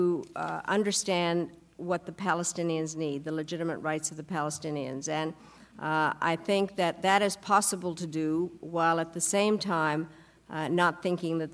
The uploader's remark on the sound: to a sold-out audience at The Carter Center